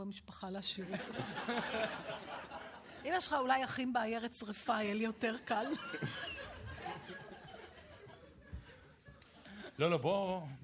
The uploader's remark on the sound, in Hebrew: הרפתקה מחוץ לאולפן באולם הקאמרי 4 רגע לפני ליל הסדר 2012. התכנית הוקלטה מול קהל של כ-200 ממאזיני "ציפורי לילה עושות עניין".